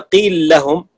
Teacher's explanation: نحن نقرأ قيل لا، قيل لهم إظهار، وبقيت اللام الأولى مفتوحة، فلما قرأنا قيل لهم أدغمنا اللام الأولى بالثانية، فأصبحت اللام الأولى مشددة ساكنة. قيل لهم أدغمنا الأول بالثاني ونطقنا بهما كالثاني حرفا واحدا مشددا يعني مفتوح، فيكون الحرف الأول منهما ساكنا.